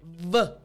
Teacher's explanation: you're going to put your front teeth on your bottom lip. And the key is you want to vibrate. · Term: V sound